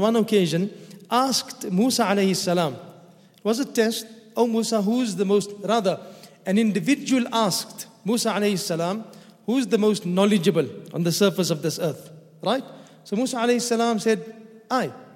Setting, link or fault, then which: setting, large echoing room